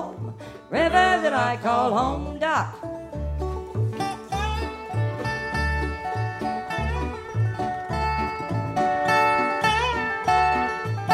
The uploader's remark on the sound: 2006 Florida Folk Festival recording by Florida Memory Program, State Archives of Florida.